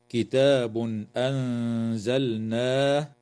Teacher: يظهر التنوين عند الهمزة في قوله تعالى: كتاب أنزلناه